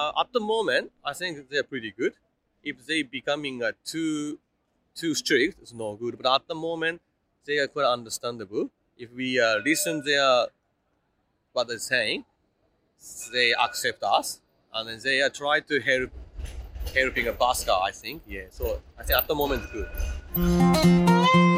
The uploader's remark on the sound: Interview recorded on September 23, 2023 (Swanston Street, Melbourne Central Business District)